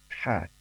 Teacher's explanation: Huruf ha itu makhrajnya atau tempat pengucapannya berada di tenggorokan tengah.